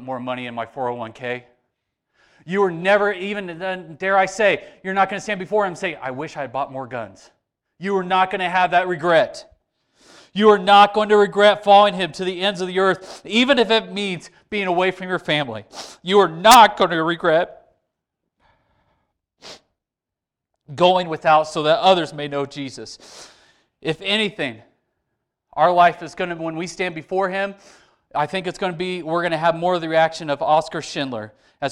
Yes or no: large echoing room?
yes